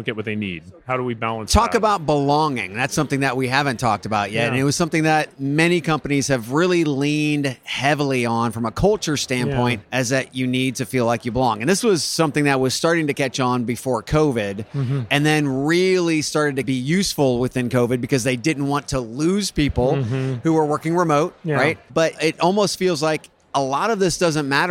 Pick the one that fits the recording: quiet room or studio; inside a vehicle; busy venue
busy venue